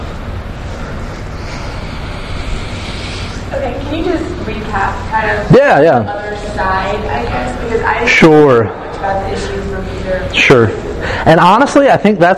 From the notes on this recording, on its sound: This was a live Q&A done at City of God